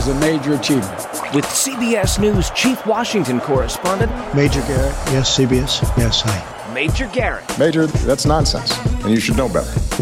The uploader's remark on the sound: We're at Brasserie Beck in downtown Washington, DC.